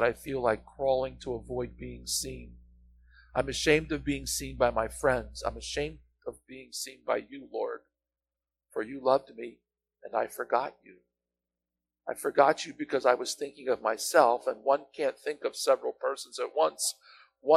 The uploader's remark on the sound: Apologies about the audio quality. We’re transitioning to new streaming equipment, and are having some growing pains.